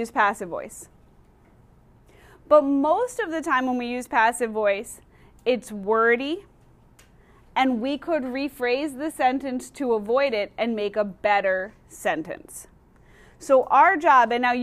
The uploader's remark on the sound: Recorded in class on 1/22/2020.